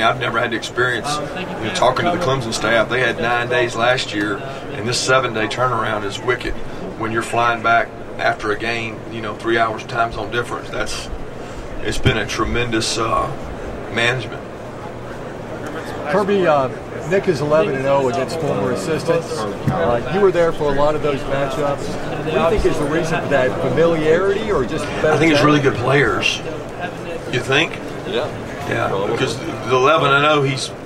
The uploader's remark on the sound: CFP National Championship Media Day Press Conference. College Football Playoff National Championship media day at Philips Arena in Atlanta, GA.